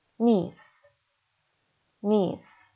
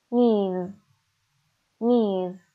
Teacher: وقتی کلمه میز رو تلفظ میکنید یک حالت وایبریشنی توی تارهای صوتیتون احساس میکنید · Shown in: second take · یه حالت لرزشی در گلوتون احساس میکنید.